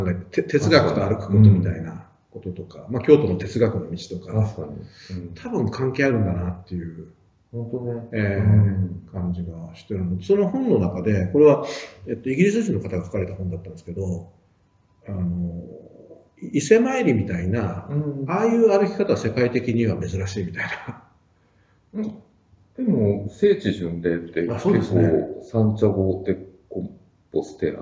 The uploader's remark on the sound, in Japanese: 旧マイクで音声ややわるいです